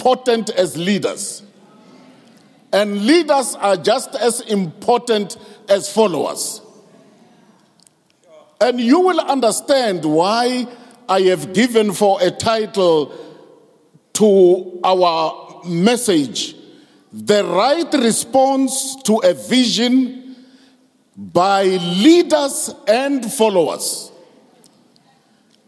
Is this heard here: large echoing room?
yes